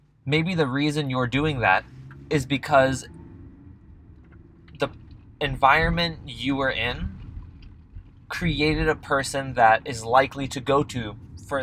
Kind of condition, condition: setting, inside a vehicle